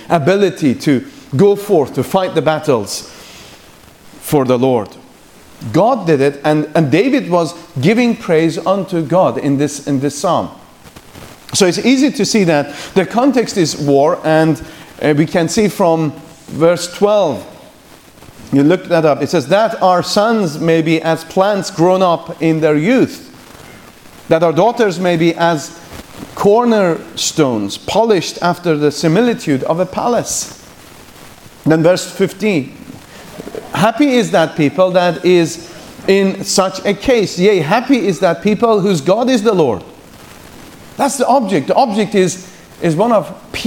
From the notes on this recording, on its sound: The morning session from the Free Southern Presbytery's 2nd Family Conference.